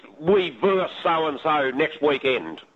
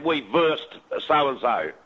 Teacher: to drop that last syllable off the word versus, meaning one team playing another.